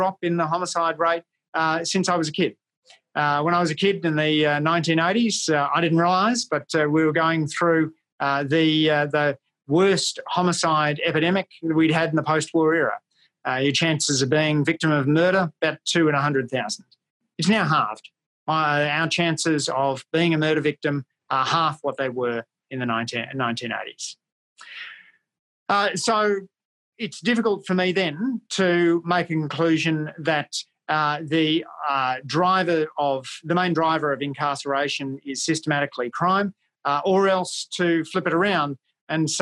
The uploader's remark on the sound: ACEMS Virtual Public Lecture.